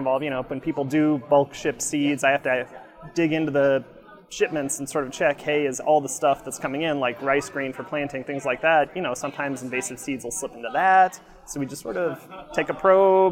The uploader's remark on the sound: at the Smithsonian's Earth Optimism event on the Mall in Washington DC